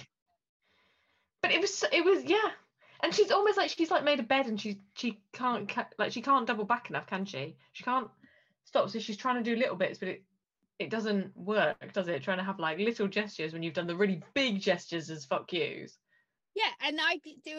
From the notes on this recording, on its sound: Disclaimer, we had sound and internet issues. There's some back ground noise and weird static voices now and again during the episode.